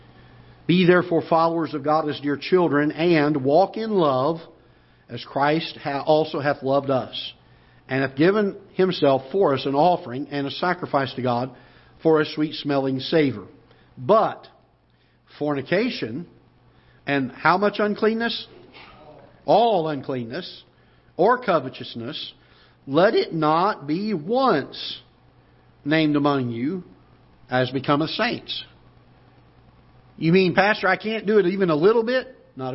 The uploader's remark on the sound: Ketha Heights Baptist Church ~ Live Broadcast